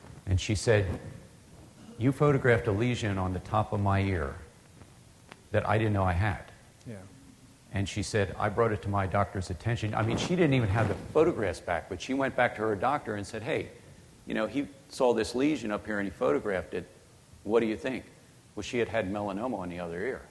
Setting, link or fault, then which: setting, large echoing room